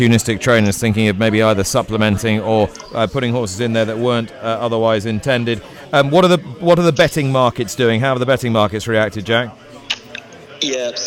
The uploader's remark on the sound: From the Hollow Bottom pub in Guiting Power, Glos, from the Cheltenham Handicap Weights launch.